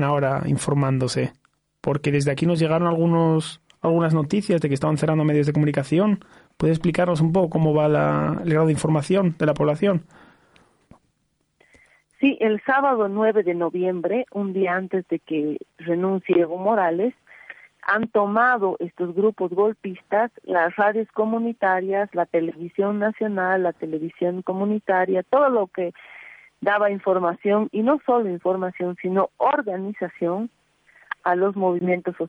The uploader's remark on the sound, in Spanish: Estuvimos en vivo en contacto telefónico con.